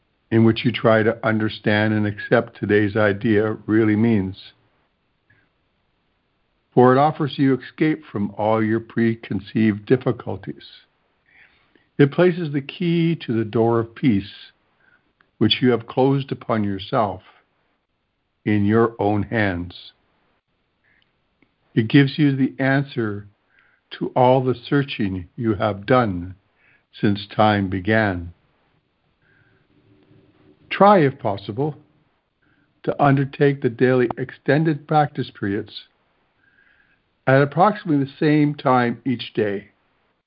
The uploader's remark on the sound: ACIM Daily Conference Call.